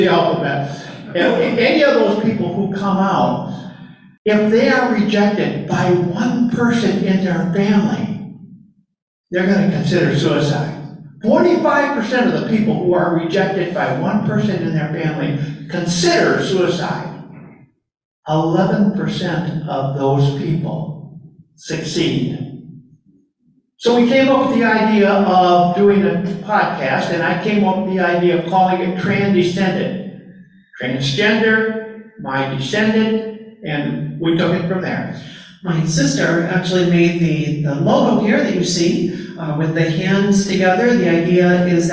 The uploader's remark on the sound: A Live Presentation